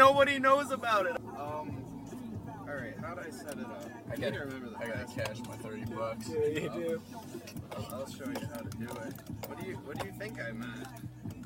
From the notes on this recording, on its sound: It's dangerous to a microphone in this car.